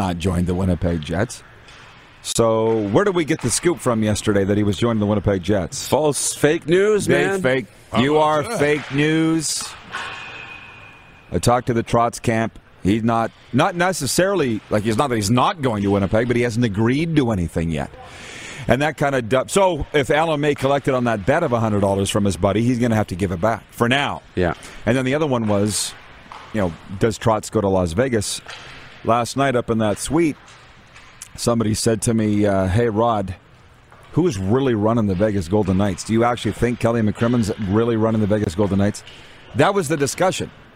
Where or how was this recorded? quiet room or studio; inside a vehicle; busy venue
busy venue